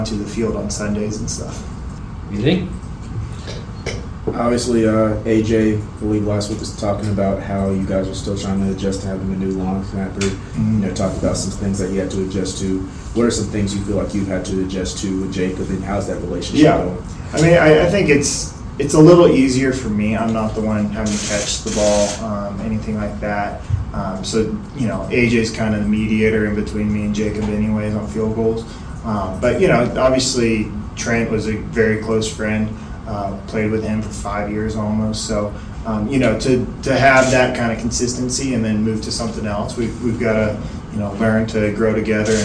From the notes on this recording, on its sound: Take a listen to the entire press conference